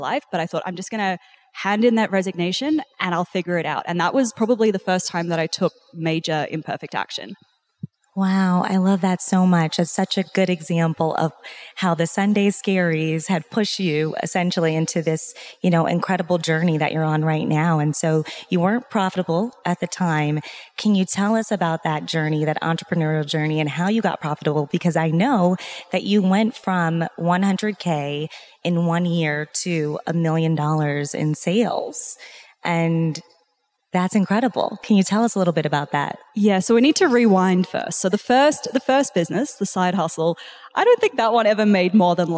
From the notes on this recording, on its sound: live conversation at Podcast Movement